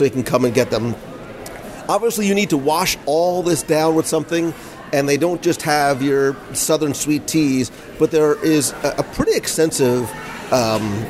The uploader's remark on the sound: Polite Pig at Disney Springs LIVE Dining Review. This week, I invite you to join me for lunch at The Polite Pig in our live dining review.